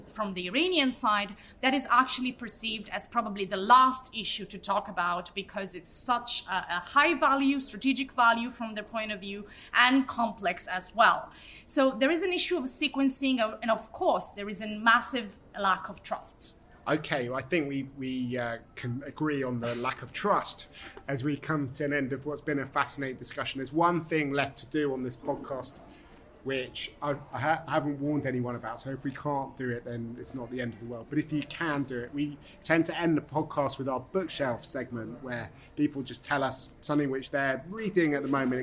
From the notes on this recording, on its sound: On location at the Doha Forum 2022.